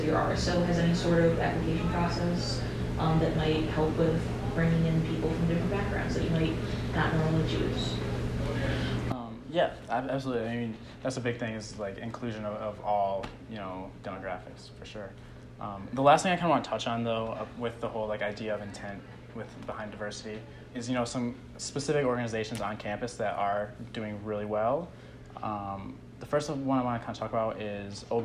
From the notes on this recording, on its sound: leads a discussion at the 2020 Cardinal Leadership Conference